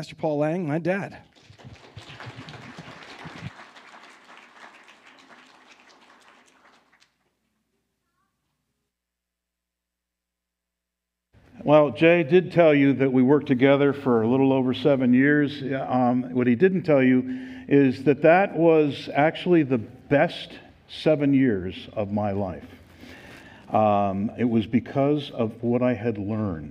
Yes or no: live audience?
yes